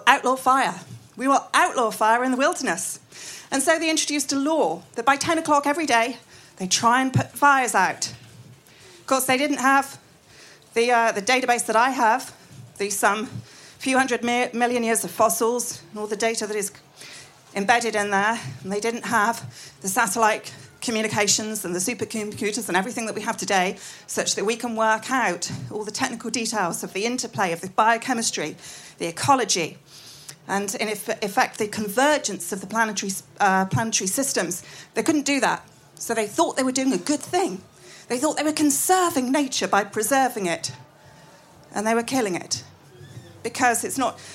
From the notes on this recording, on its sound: Recorded at Wilderness Festival in August 2018.